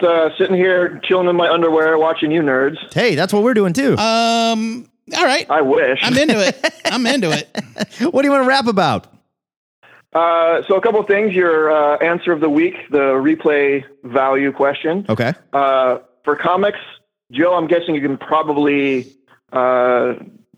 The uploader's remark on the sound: We open up the phone lines